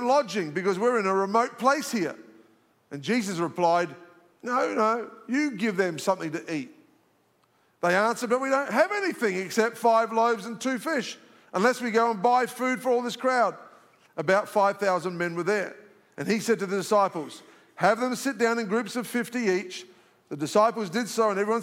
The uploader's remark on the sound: live from our 10am service at our Alpharetta campus on Sunday, February 11th